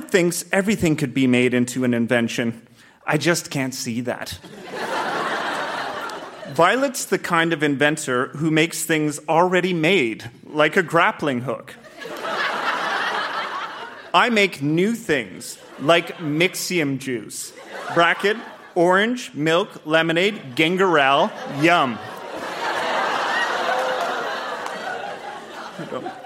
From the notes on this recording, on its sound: Recorded live at The Royal Cinema in Toronto.